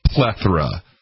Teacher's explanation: With the emphasis on the first syllable. Sorry. Not the emphasis on the second syllable.